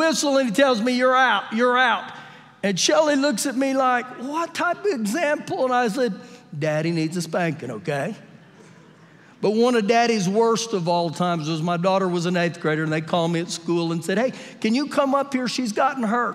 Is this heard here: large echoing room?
yes